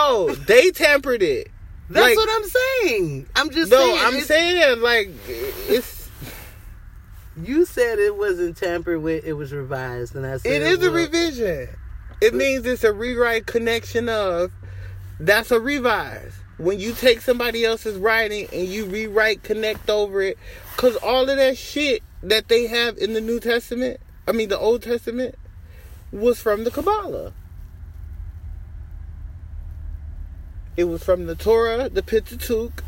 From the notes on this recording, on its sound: Conversations in the car with my best friend